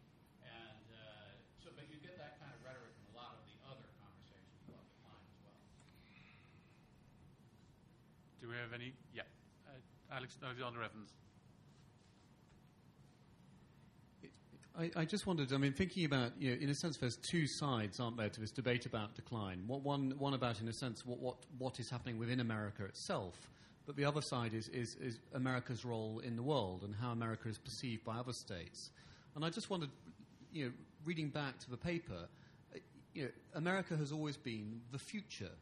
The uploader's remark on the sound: TNC/SAU Conference. Responds to the questions and comments of conference participants and audience members.